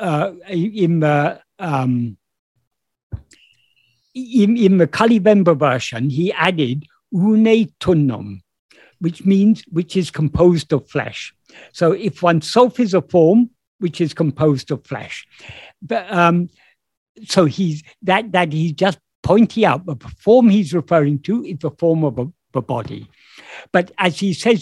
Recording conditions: video call